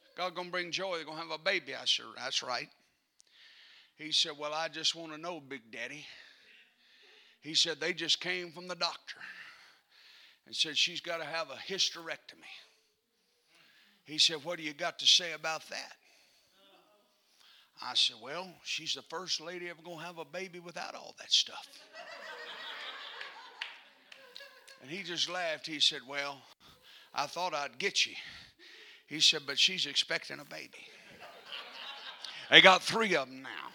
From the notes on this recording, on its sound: Texas District UPCI Superintendent, preached at Calvary on Sunday morning, February 27, 2022.